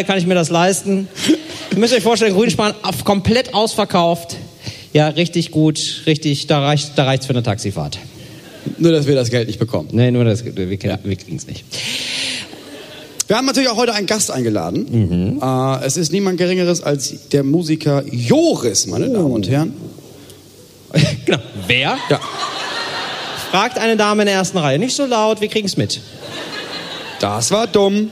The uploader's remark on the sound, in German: live vom Podcastfestival Hamburg